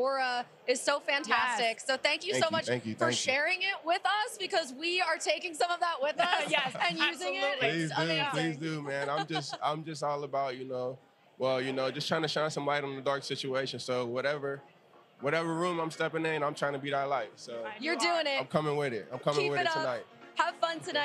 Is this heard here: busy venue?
yes